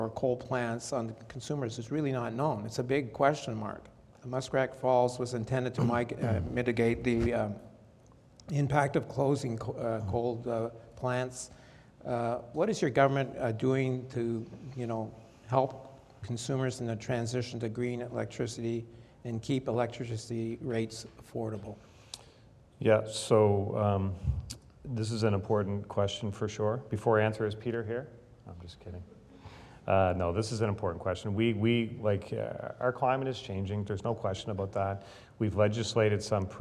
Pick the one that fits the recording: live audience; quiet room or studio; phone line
live audience